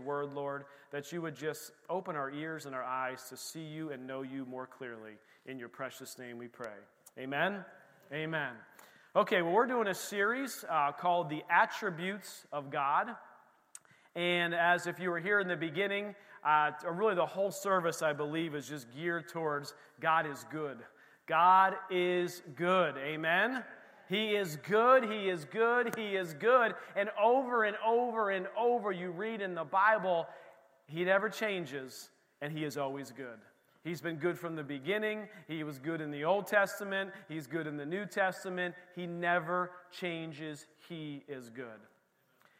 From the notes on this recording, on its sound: This recording is of the whole service.